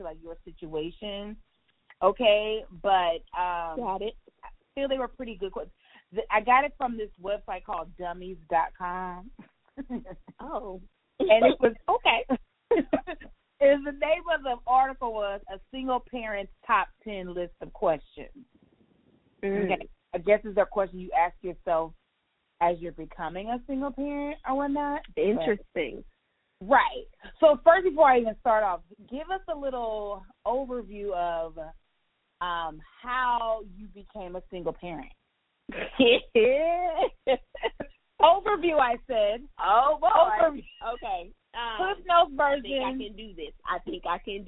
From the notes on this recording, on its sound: This episode was recorded over the phone due to busy mom schedules, this was our best options. If you hear a difference in sound quality, that is why : .